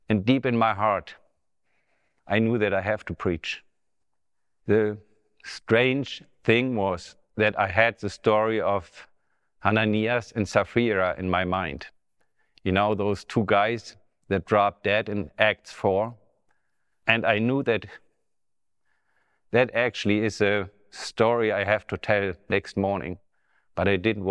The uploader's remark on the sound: Testimony Recorded at Love-N-Care Ministries in Germany